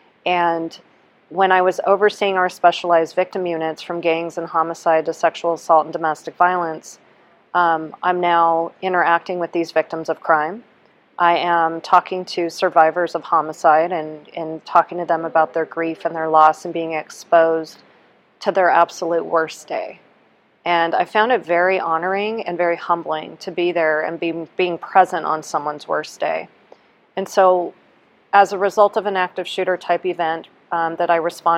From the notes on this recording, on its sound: A Psychologist from Southern California's Premier First Responder Psychological Services , at the 2023 NEP "We Need to Talk" mental and behavioral health conference in Las Vegas.